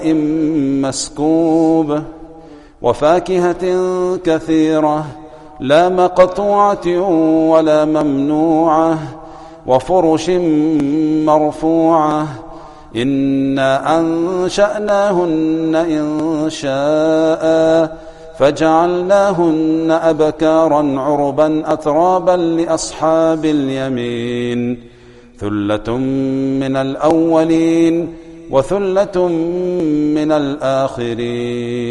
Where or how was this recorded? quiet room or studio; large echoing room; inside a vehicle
large echoing room